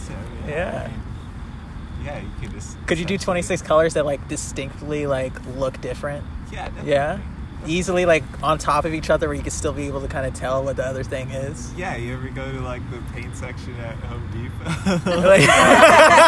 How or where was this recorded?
outdoors